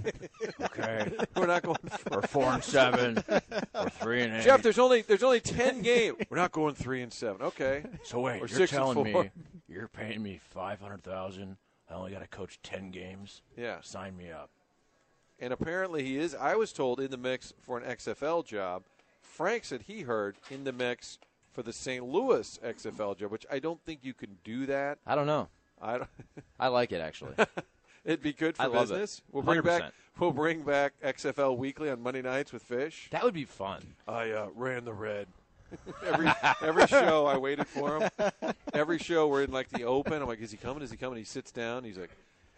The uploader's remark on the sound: Broadcasting live from Schnucks off S. Lindbergh.